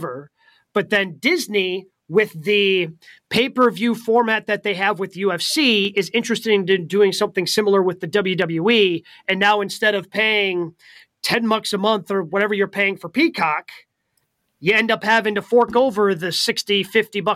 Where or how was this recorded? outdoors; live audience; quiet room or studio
quiet room or studio